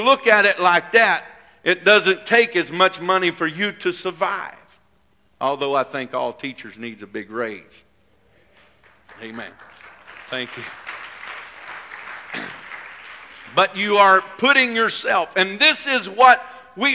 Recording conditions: large echoing room